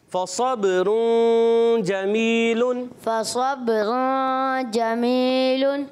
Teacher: ہوا اخفا اخفا اخفا کی معنی کیا ہے نون کو چھپانا نون کو چھپانا یعنی ایک الف کا غنہ کرنا